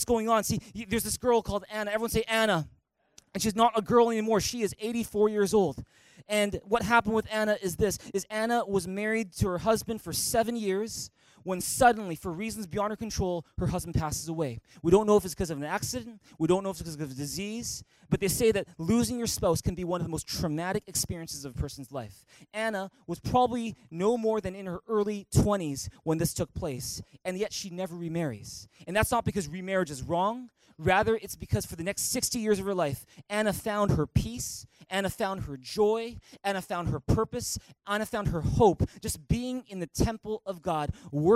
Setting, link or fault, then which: setting, large echoing room